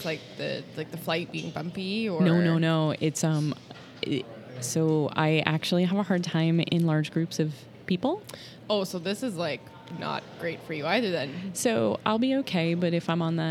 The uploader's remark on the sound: Live (sort of) from Photo Plus Expo in NYC at the Javits Center.